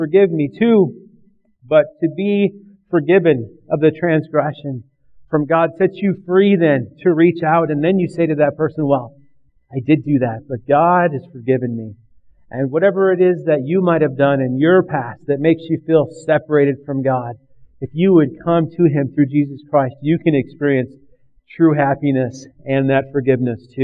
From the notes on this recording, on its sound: Recorded on Oct 11th, 2009 at River Rock Church in Belle Plaine MN.